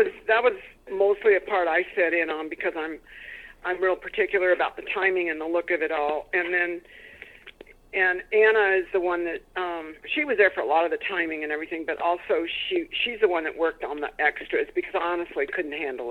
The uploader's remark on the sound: We have a great phone conversation